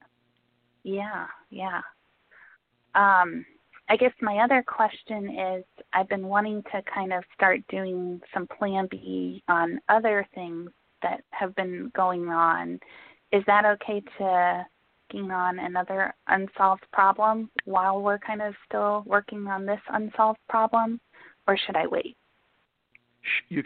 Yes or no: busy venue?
no